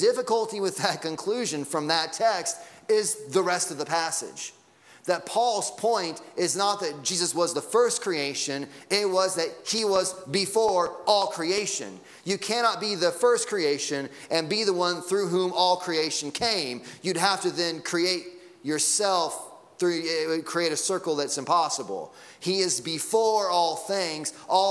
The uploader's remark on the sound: Sunday Morning Sermon Audio.